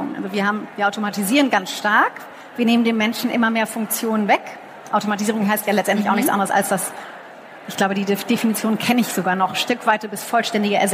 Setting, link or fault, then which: setting, busy venue